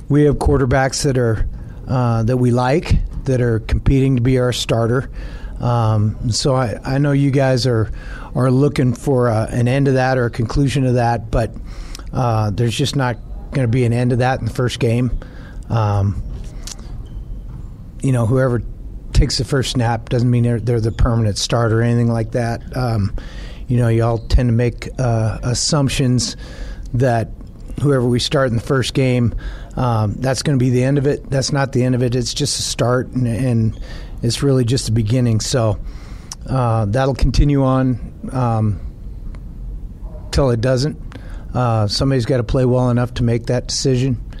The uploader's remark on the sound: Montana Griz press conference